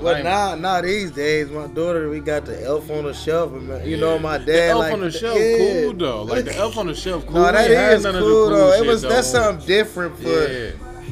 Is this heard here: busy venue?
yes